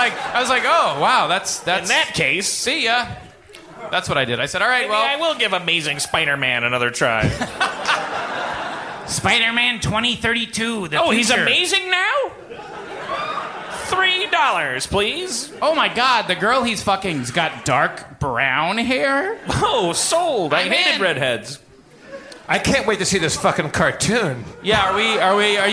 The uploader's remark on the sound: HARMONTOWN Live at Largo Coronet Theatre! (Presented in 128kbps Stereo).